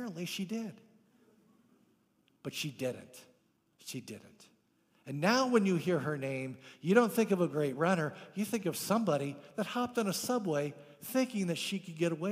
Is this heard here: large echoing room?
yes